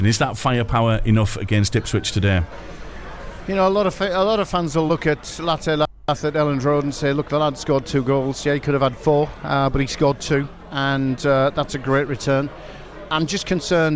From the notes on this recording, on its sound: Our first MatchDay LIVE brings the full fans build up to the Ipswich game LIVE from the 6 Medals.